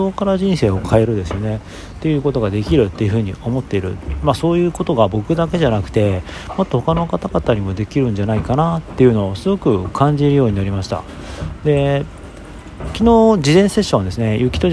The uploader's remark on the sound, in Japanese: 朝活をしているときに収録しました。外で収録しているので、雑音が入ってます。